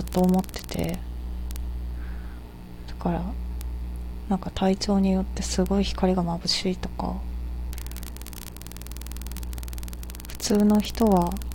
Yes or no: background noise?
yes